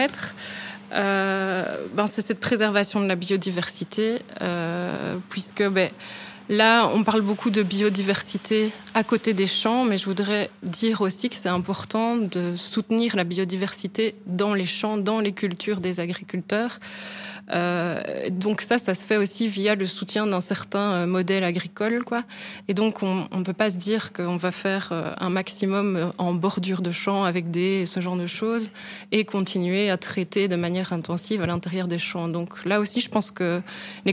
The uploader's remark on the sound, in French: émission radio enregistrée & diffusée en direct depuis le Mundo-N à Namur